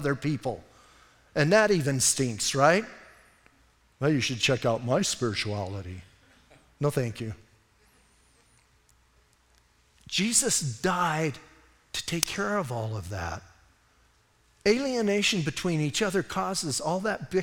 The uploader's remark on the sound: Audio messages from Calvary Chapel in Sierra Vista